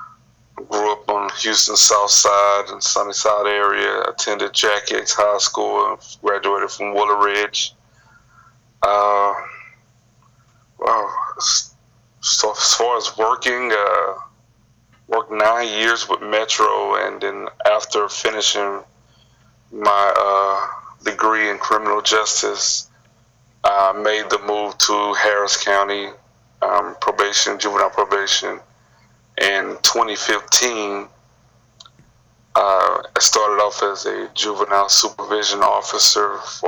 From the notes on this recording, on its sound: via Skype